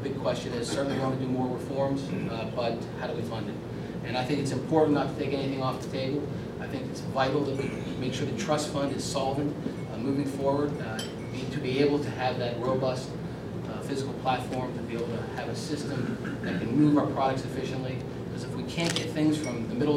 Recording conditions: live audience